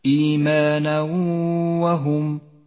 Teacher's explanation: الإدغام بغنة في قوله تعالى فزادتهم إيمانا وهم التنوين وبعده حرف الواو، نسقط التنوين من اللفظ ولذلك هو رمادي اللون في مصحف التجويد، ونقف بغنة زمنها حركتان على حرف الواو ولذلك لونت بالأخضر إشارة إلى موقع الغنة من غير تشديد للواو، هكذا إيمانا وهم.